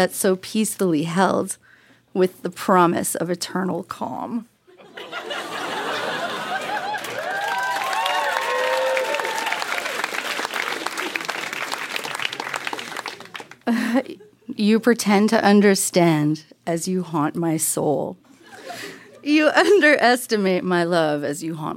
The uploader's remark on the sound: Recorded live at Yuk Yuk's in Ottawa.